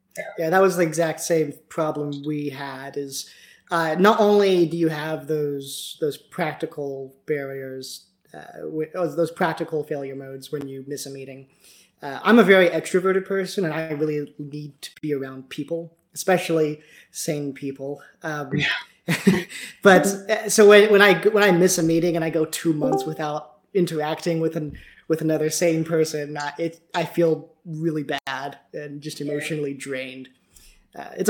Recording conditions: poor sound quality